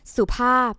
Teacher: ภาพ with a falling tone